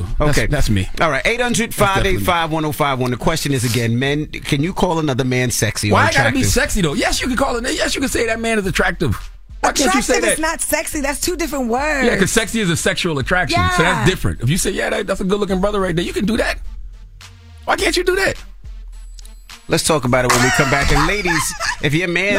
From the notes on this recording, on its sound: We open up the phone lines to ask listeners.